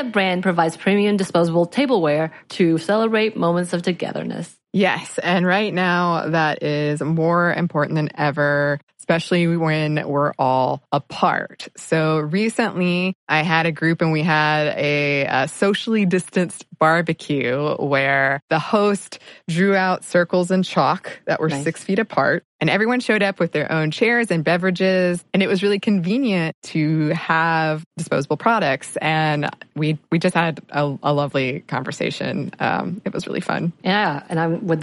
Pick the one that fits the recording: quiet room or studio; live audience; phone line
quiet room or studio